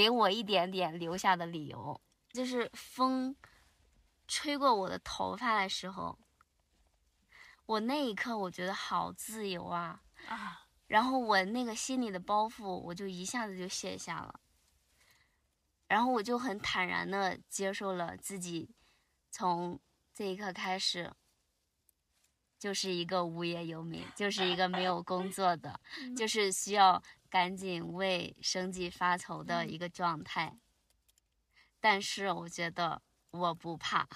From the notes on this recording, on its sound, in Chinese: 这期节目录制于”大西洋最后一滴眼泪“赛里木湖的湖边停车场的车内。我们在夜晚的星空下畅谈。